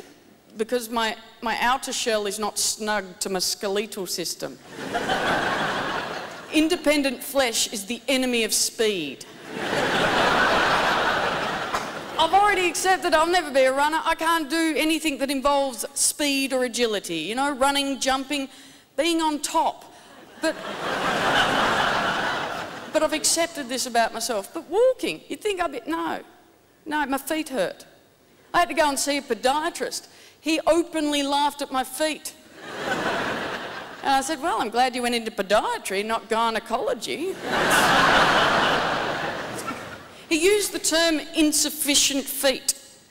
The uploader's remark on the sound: 2010 Melbourne International Comedy Festival Gala